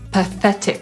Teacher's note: czyli zaakcentujemy drugą sylabę i tę zbitkę TH wymówimy jako czyli z językiem między zębami, tak jakbyśmy chcieli powiedzieć w tym układzie F, ale język między zębami musi być.